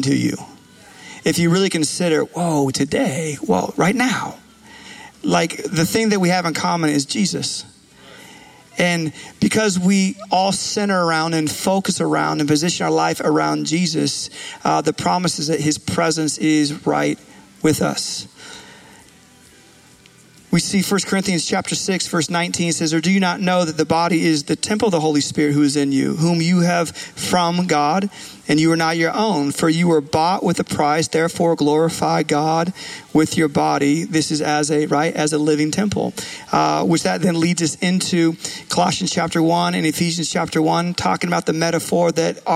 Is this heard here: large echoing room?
yes